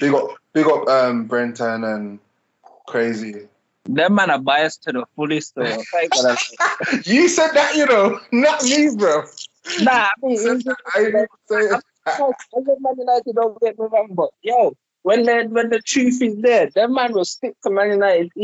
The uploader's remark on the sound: we recorded this episode via call